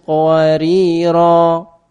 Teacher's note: Ya, ra-nya panjang. Saya mendengar sebagian imam itu baca qawarir, salah. Kalau berhenti tetap panjang. Berhenti dua harokat.